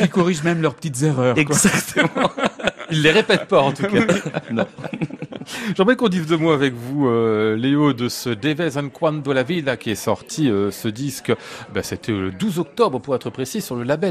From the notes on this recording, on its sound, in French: Une émission en direct et en public depuis l'Hôtel Bedford à Paris.